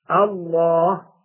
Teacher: وكلمة الله قال بعضهم إن اسم الجلالة له تصريف خاص به فأصله إله، فدخلت عليه آل فصار الإله، ثم حذف الهمز الثاني تخفيفا، ثم أدغمت اللام في اللام للتماثل فصار الله، ثم فخمت اللام للتعظيم بعد الفتح والضم دون الكسر